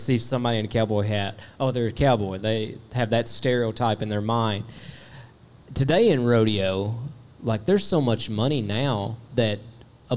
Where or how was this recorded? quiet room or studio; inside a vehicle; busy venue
busy venue